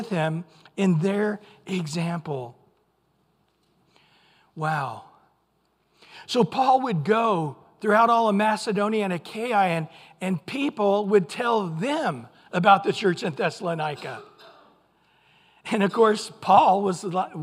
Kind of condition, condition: setting, large echoing room